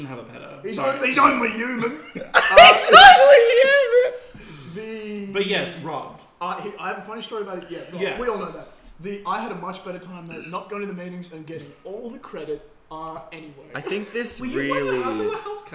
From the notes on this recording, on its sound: horrific mic positioning